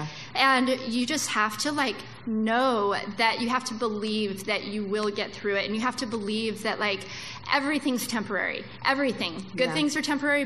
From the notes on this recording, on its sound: another live show